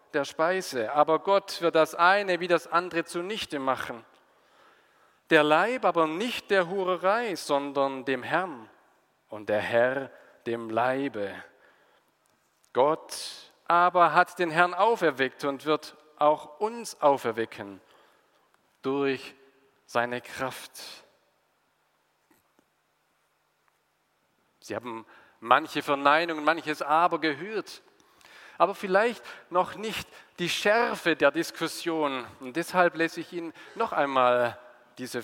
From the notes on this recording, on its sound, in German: aus dem Gottesdienst der Liebenzeller Mission